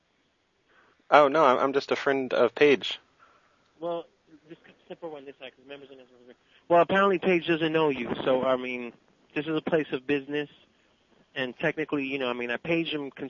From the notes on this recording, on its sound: …'s Personal Prank Phone Calls Collection.